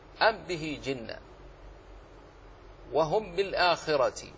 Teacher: وها هنا لا يوجد غنة لأنه لم تخفى الميم في الباء، فلذلك تنطق بالحرفين، تنطق بالميم ساكنة مظهرة وتنطق بعدها بالباء واضحة · Term: إظهار الميم الساكنة عند الباء